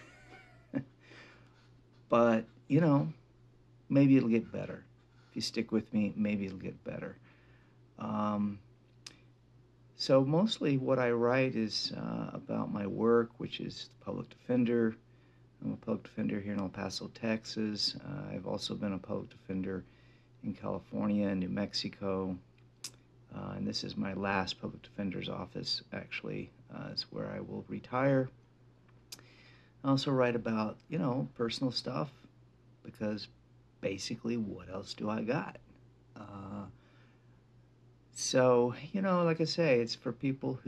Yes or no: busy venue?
no